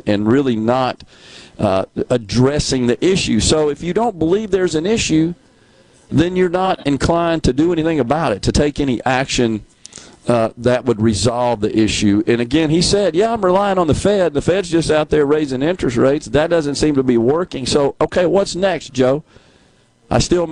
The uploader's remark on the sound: LIVE from The Oxford Conference Center for the Ole Miss School of Business Banking and Finance Symposium